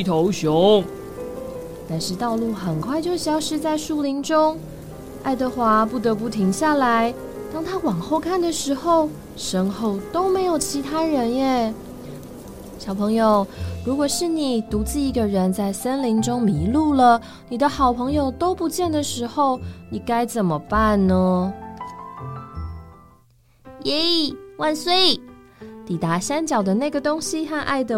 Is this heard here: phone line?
no